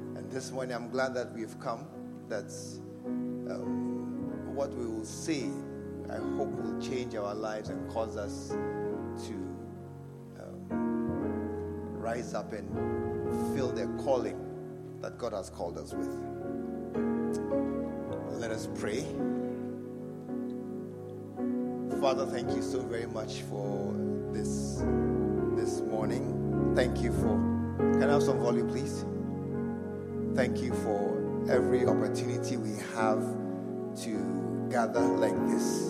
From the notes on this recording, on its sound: Preached at the True Vine Cathedral.